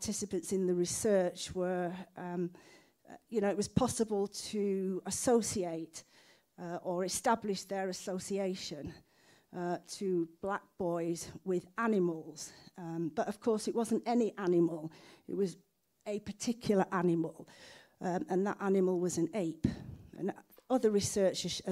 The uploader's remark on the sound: The 2023 Skellern Lecture and Lifetime Achievement Award evening was held at Cardiff University. MhTV was invited to act as a repository for the event.